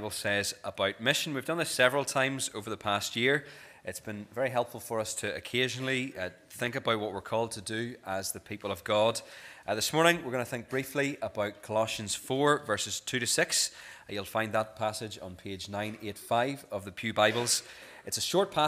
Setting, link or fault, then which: setting, large echoing room